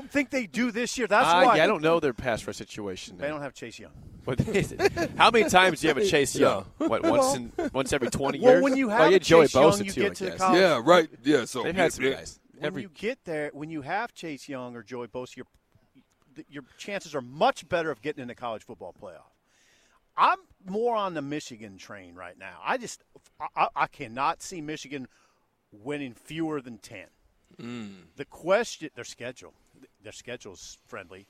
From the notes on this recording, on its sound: Big Ten Media Day live from Indianapolis. 93.7 The Ticket's coverage of 2022 B1G Media Days at Lucas Oil Stadium in Indianapolis.